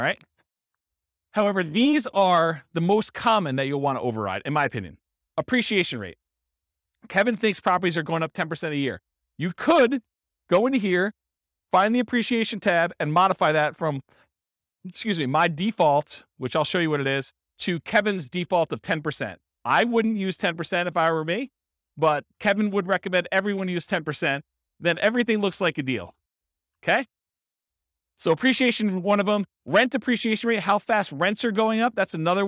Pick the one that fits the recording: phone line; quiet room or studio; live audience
live audience